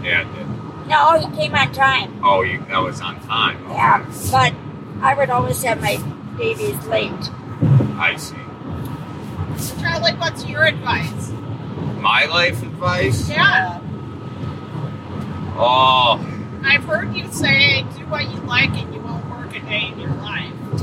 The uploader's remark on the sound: Live from a car ride to Ho Chunk Casino